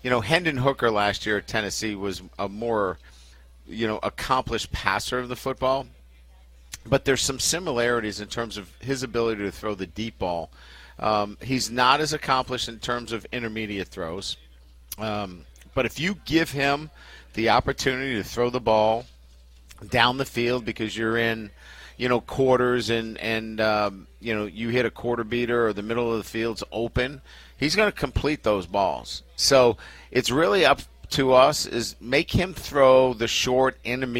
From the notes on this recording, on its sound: A one-hour radio call-in show. Is aired live from TJ Ribs on Acadian Thruway.